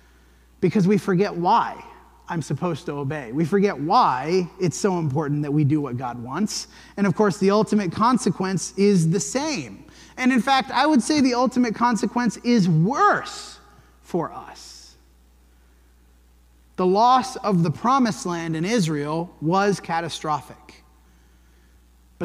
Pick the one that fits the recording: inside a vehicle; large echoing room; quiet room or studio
large echoing room